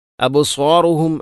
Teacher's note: അബ്സാറുഹും അബ് ബാഇനെ ഖലഖല ചെയ്യണം